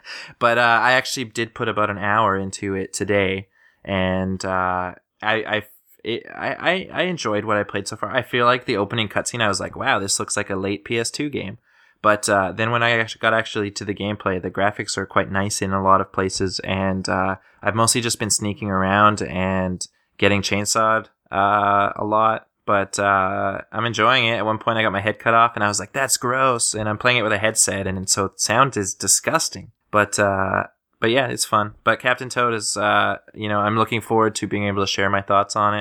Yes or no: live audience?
no